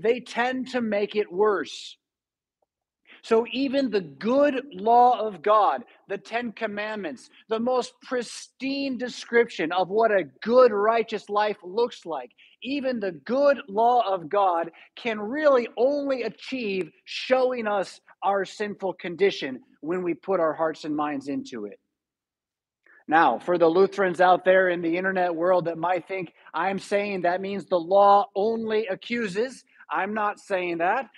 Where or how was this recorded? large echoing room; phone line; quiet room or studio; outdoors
large echoing room